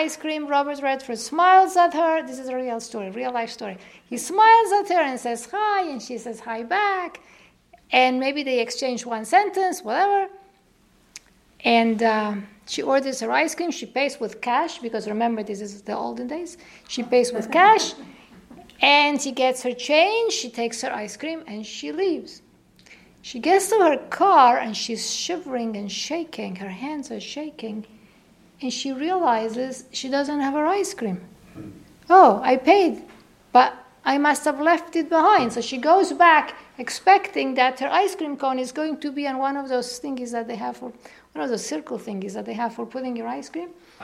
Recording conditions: live audience